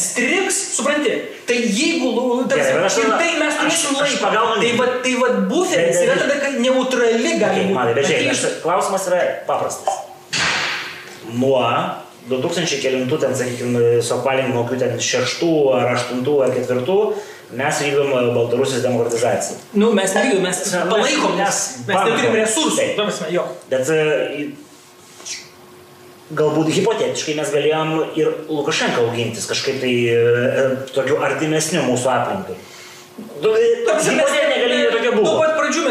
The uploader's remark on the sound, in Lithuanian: Atsiprašau už garso kokybę, bet epizodas suteiks aštrių pojūčių net ir su techniniais nesklandumais.